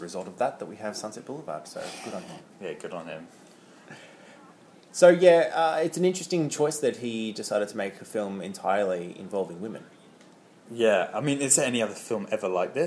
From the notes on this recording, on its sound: Live from The Blue Dahlia nightclub in downtown Hollywood